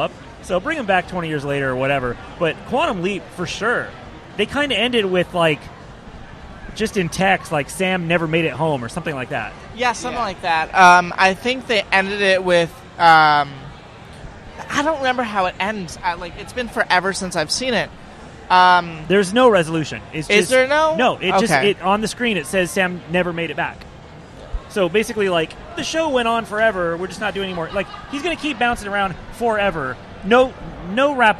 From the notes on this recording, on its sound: Broadcast live cdom Wondercon 2018 in Anaheim.